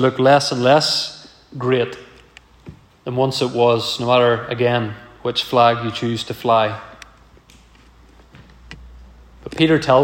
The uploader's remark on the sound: This message was preached at our first Autumn Guest Service of 2023.